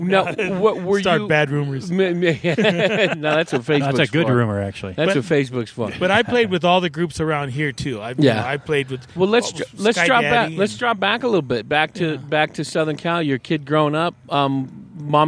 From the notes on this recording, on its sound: Recorded on the patio at Marks Beer Garden in Prescott.